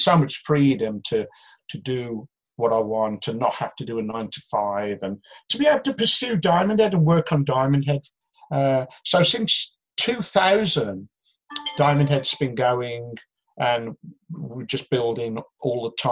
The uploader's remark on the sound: on a zoom call